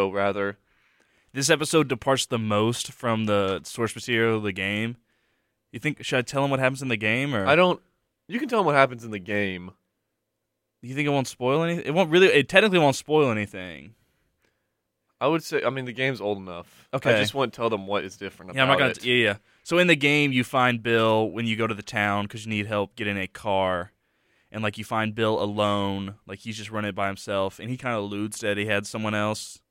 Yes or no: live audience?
no